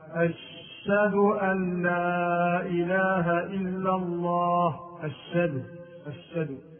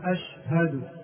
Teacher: بعض المؤذنين يحذف الهاء ويشدد الشين في لفظ الشهادة · Shown in: first take · Term: حذف الهاء وتشديد الشين